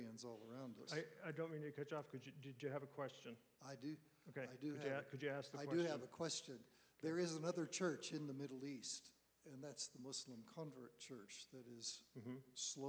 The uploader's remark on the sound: answers audience questions.